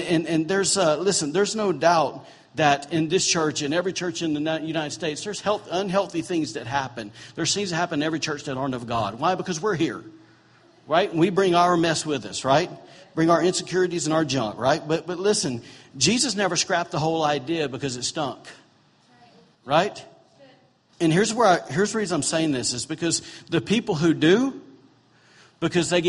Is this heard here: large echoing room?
yes